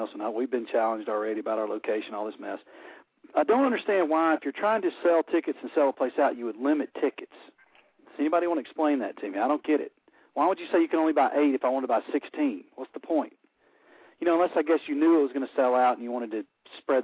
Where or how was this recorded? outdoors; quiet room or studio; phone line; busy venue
phone line